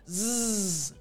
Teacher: So air is coming through a little bit and you're buzzing like a bee. · Term: z sound